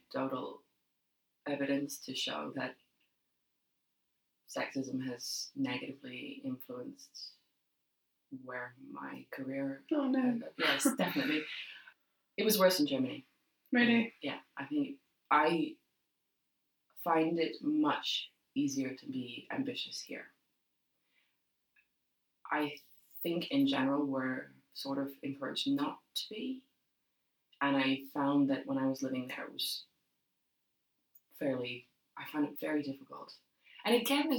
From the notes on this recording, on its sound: Apologies, dear listeners, for the poor sound quality. Technical hitch.